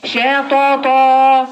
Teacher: شوفي طاطا فخمي فخمي الطاء على الاخر ورققي الشين على الاخر